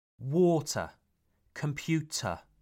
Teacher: It's especially at the end of a word or syllable that RP loses the R sound. · Term: non rhotic